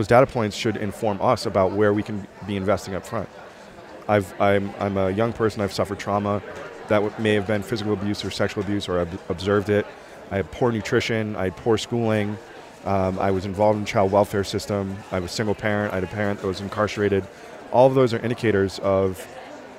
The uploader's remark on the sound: TAKEOVER is a special series of episodes that put you on the ground during the Aspen Ideas Festival in Aspen, Colorado.